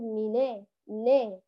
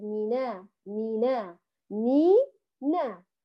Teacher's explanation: لا نفخم النون ولا نختلس حركتها ولا نقرأها أيضا ممالة · Shown in: second take · لا نقول منا نا بل منا منا منا.